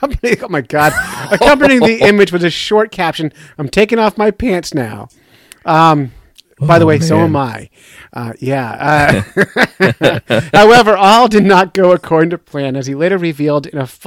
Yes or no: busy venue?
no